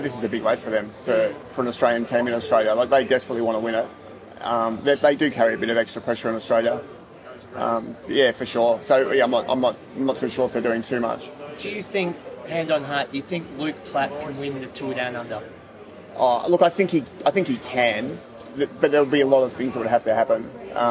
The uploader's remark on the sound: we're live at the Adelaide Hilton.